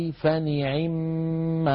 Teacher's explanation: بكسر العين للتخلص من التقاء الساكنة. ومنهم من لم يكسرها كسرة كاملة وإنما اختلسها، يعني أتى بثلثي كسرة هكذا، إن تبدو الصدقات فنعمه فنعمه، يعني يأتي بعين مكسورة مسرعة قليلا وصوتها فيه شيء من الانخفاض.